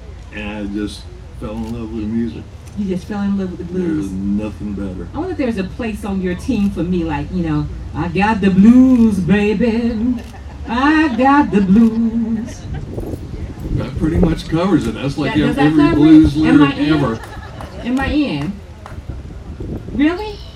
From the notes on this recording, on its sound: The "International Jazz Art & Blues Festival" which took place on Sunday, April 30th at the Tuscawilla Art Park, Ocala Florida. Conducted a set of live interviews at the event.